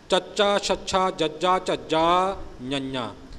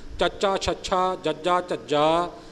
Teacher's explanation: ਗਲੇ ਤੋਂ ਥੋੜ੍ਹਾ ਉੱਪਰ ਉੱਠ ਕੇ ਥੋੜ੍ਹਾ ਜਿਹਾ ਤਾਲੂ ਦੇ ਨਾਲ ਜ਼ਬਾਨ ਲੱਗ ਰਹੀ ਹੈ